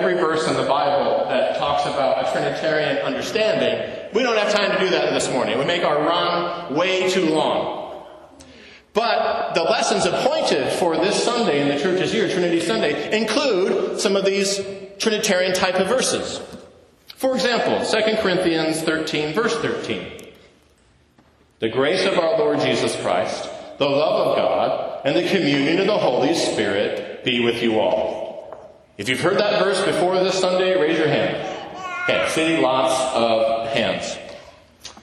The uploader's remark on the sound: To a live congregation of St. John’s Episcopal Church, Dubuque, Iowa.